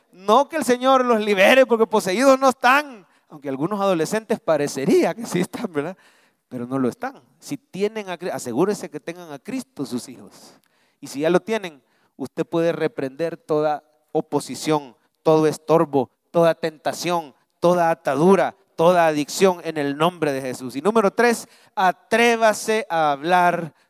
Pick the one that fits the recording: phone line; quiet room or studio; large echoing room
large echoing room